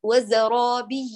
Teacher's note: سامع صوت الجيم، هذه اسمها ياء مشربة بجيم